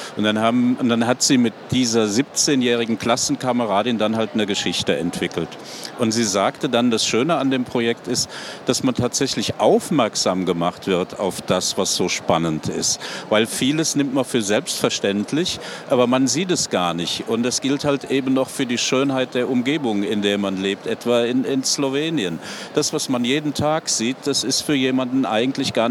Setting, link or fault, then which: setting, busy venue